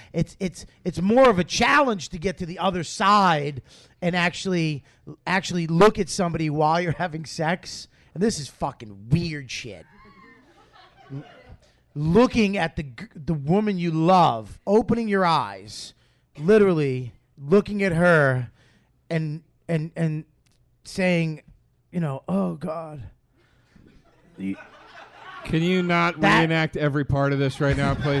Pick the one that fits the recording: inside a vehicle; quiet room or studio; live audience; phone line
live audience